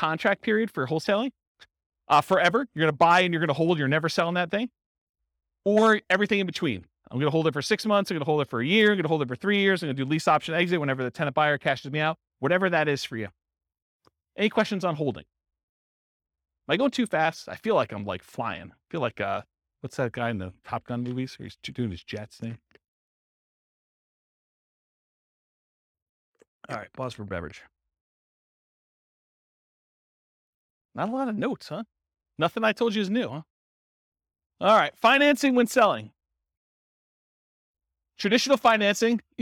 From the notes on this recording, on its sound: This was a live class recorded